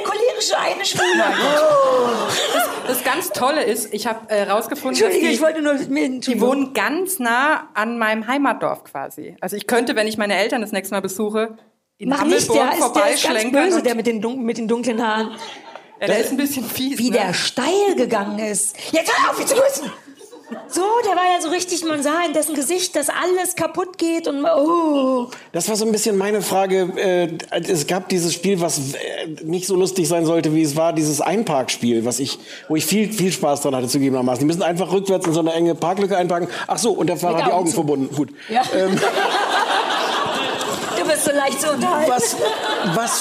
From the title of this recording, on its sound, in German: vor Publikum!